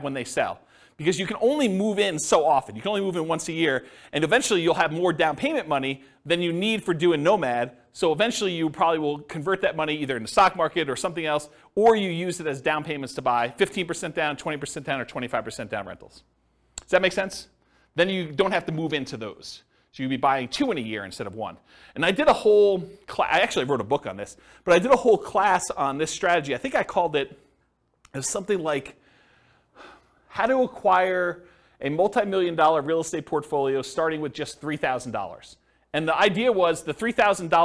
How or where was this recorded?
live audience